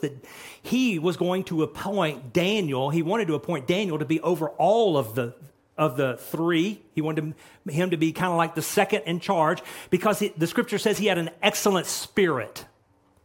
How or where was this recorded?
large echoing room